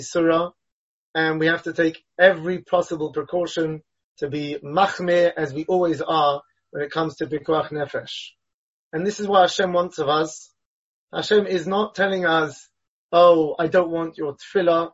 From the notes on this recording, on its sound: Delivered and recorded over Zoom.